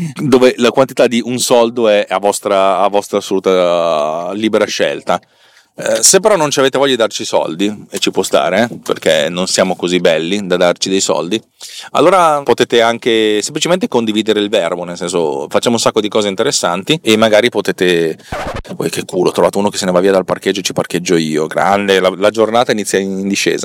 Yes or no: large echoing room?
no